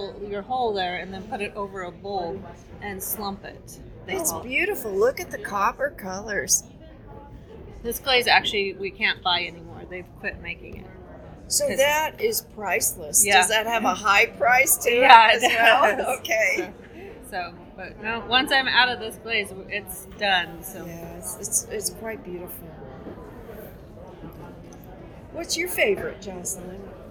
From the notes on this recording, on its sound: 39th Annual Cowboy Poetry Gathering - The Vendor Walk. We tried to record during our annual shopping spree of the vendors setup in the Conference Center, and the background noise mostly washed out the conversations we had with the many talented vendors. Here you go, the best we could edit.